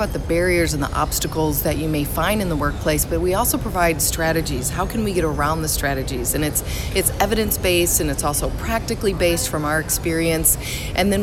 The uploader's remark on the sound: LIVE from the Combined Sections Meeting in New Orleans, Louisiana